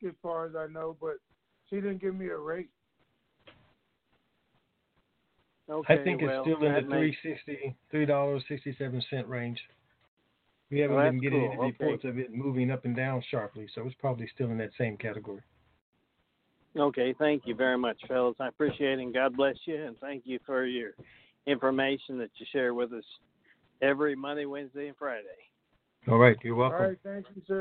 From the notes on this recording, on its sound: TNTSuperfantastic Conference Call